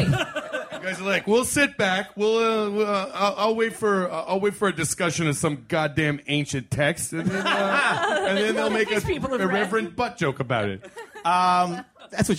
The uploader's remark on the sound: Live From SF Sketchfest. At the SF Punchline.